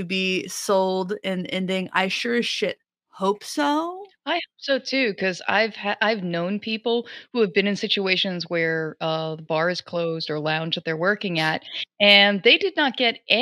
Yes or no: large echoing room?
no